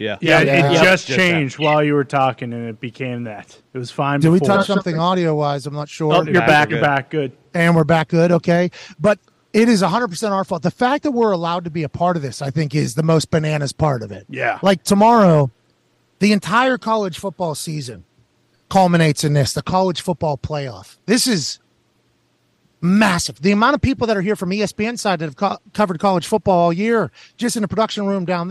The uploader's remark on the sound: Live from the Mercedez-Benz Superdome in Atlanta ahead of the College Football Playoff Semifinals. Joins the show live from a Sprinter Van on his way to Atlanta and battles through some adversity.